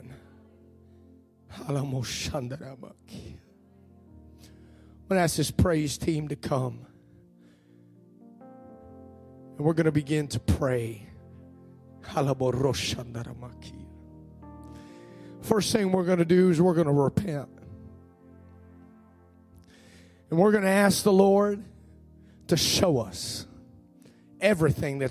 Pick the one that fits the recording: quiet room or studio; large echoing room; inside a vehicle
large echoing room